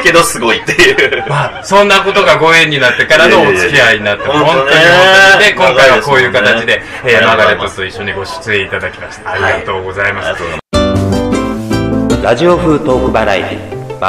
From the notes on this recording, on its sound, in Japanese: 新宿二丁目ALAMAS CAFEにて公開収録したものを編集しております。途中、会場の都合上、製氷機の音やお客様の声が入っております。機材マイクの関係で音量にバラつきやハウリングがある箇所がございます。